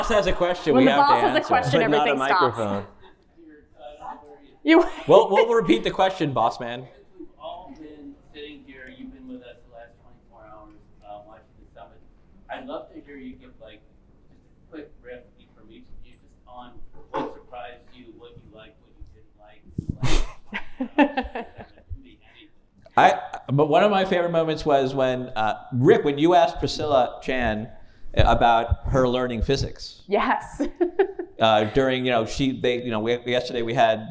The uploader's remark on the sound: Live from Boston at the 2023 STAT Summit.